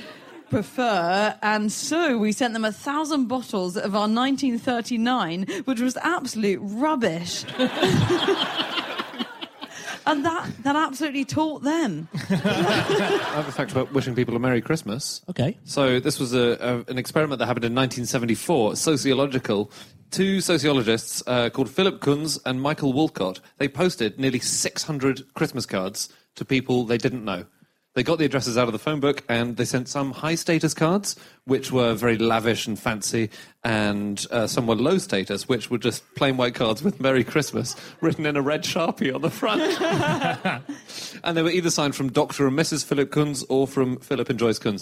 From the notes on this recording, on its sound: live from Up The Creek in Greenwich